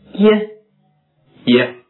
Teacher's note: 这是一个舌前硬腭半元音，发音的时候呢，舌前部尽量向硬腭抬起，嘴唇伸展成扁平的形状，一经发出呢，要立刻向后面的元音滑动，注意发音的时候声带要发出震动。好，我们再来听一下它的示范发音。耶耶耶耶呀 east yes yard